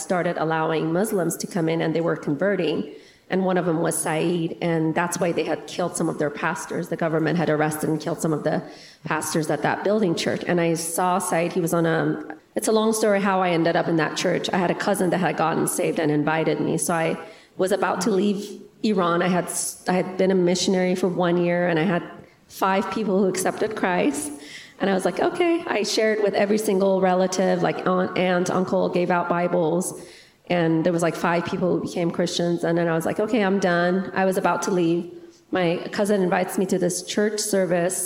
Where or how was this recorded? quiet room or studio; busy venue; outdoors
busy venue